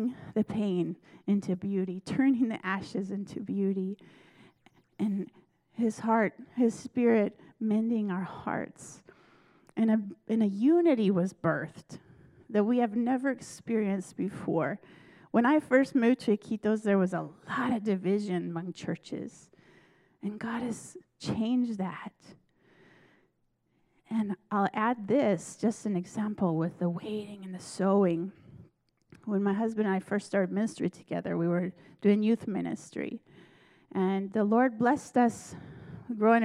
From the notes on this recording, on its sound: This message was recorded at a Sunday service